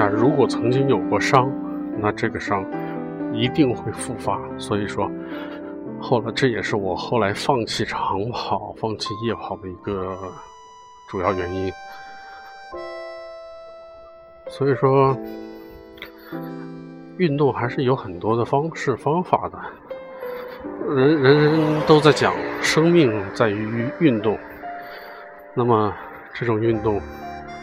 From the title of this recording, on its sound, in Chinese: 户外录音